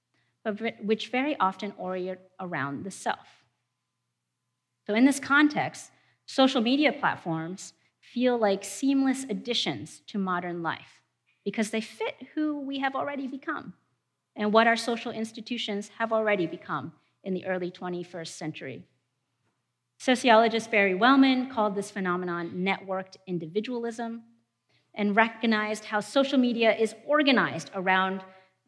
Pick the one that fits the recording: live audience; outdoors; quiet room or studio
live audience